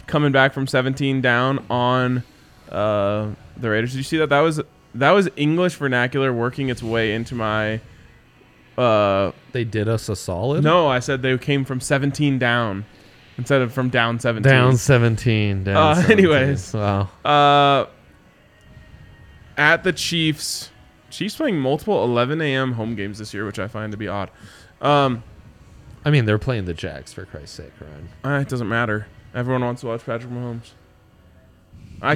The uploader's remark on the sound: LIVE from the DNVR Bar